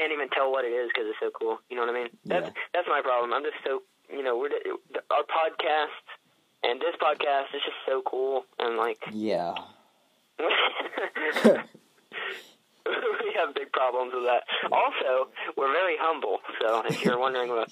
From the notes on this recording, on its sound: via telephone